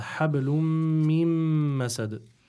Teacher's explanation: you'll go straight away from the ميم المشددة to the following ميم المشددة without pronouncing the نون in between, because again there's another إضغام بغنه.